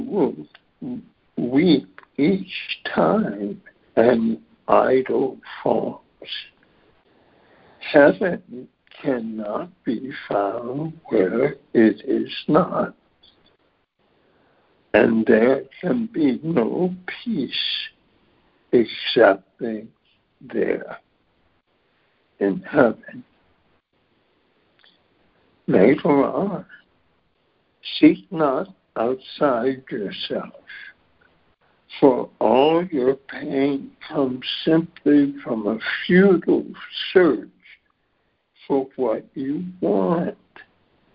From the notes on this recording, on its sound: ACIM Daily Conference Call.